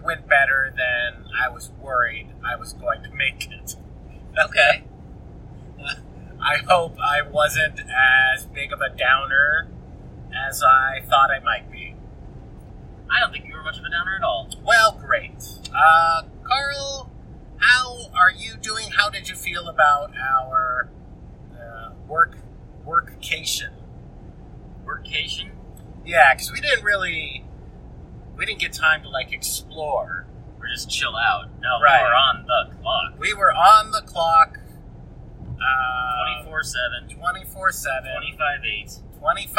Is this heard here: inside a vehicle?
yes